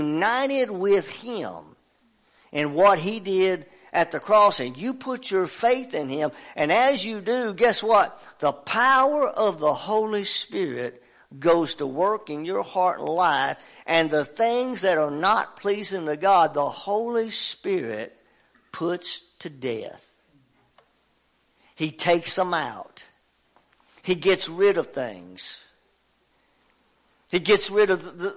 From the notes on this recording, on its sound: WELCOME TO OUR LIVE SERVICE. Family Worship Center in Athens Tennessee. To stream our music live over the internet.